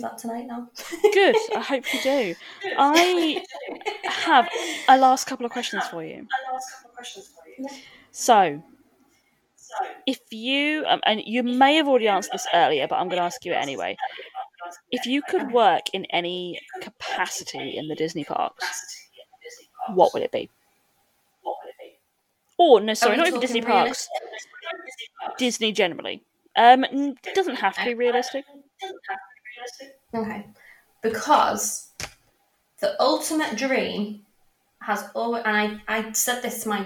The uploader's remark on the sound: I had a few audio issues with this recording, but hopefully you can all still hear it okay!